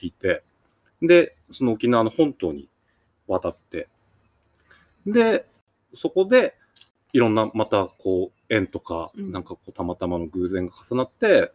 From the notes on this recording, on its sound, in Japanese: 今回は田沢湖刺巻ののどかな里山風景を眺めながら、贅沢な収録を行いました。